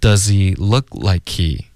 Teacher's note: 刚刚 does 的这个 z 呢就完全听不到任何送气的声音